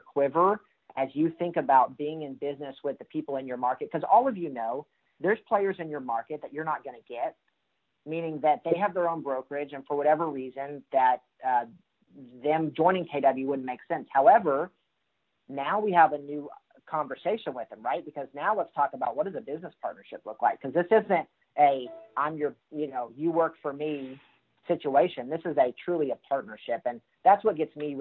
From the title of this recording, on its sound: Call Recording